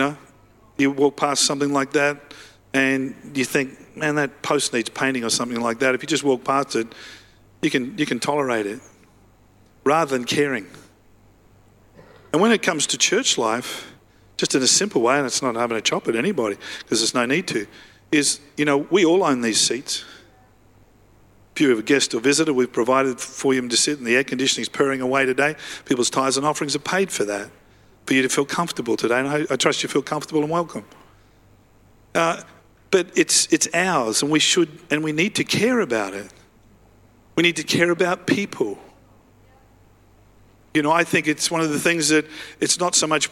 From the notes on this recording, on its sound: live at Freshwater Church on Sunday the 2nd of April 2023